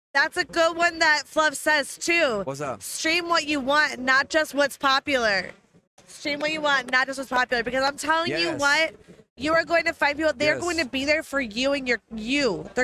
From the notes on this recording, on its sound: Aired 12.17.23 live on Kick Streaming. This episode was recorded live from DreamHack Atlanta. Excuse any audio issues, this was all performed live in a new environment.